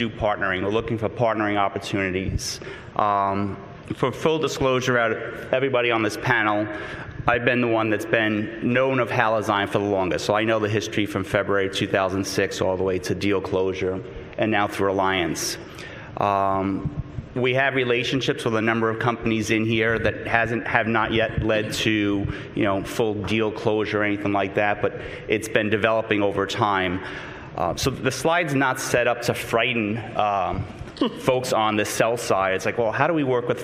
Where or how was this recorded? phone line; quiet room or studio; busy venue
busy venue